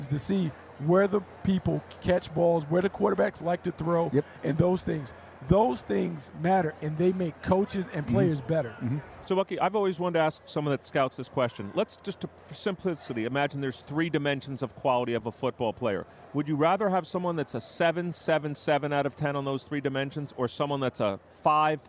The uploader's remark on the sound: live from Radio Row at Super Bowl LIII